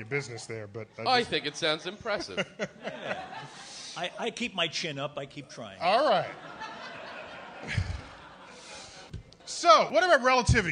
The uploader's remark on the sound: our live show at the Bell House in Brooklyn